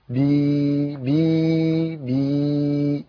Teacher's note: باء كسرة بي، ثم ياء مد طبيعي حركتين، بي، ثم كررنا ثلاثة مرات بي بي بي، وفي كل حرف نفعل هذا الشكل حتى ننتهي إلى حرف الياء.